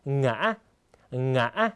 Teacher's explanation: เสียงสูงขึ้นแล้วก็กักเสียงที่ตรงกลางนะครับคล้ายกับการออกเสียง2จังหวะนะครับ โดยที่จะหยุดในจังหวะแรกเล็กน้อยนะครับสรุปได้ว่าเสียงนี้นะครับก็คืออ่านขึ้นไปและกักเสียงไว้ตรงกลางนิดนึงจากนั้นขึ้นต่อนะครับต่อมาวรรณยุกต์หนังหนังนะครับเสียงจะต่ำและตกลงในตอนท้ายนะครับหนังนะครับจะคล้ายกับ